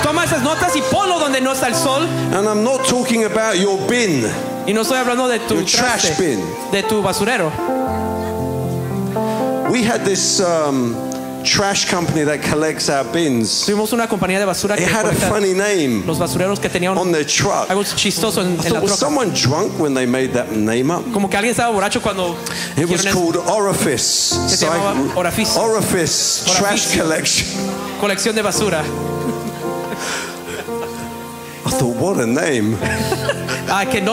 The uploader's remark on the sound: This was recorded at a ReviveBoston gathering in April 2023.